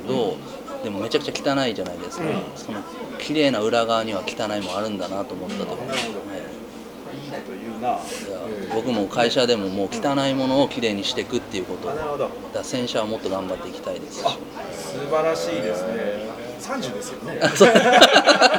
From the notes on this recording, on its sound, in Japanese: そろそろ同じパターンで録音するのも飽きてきたので、今回はいろんなお店で出張録音を試みてみました。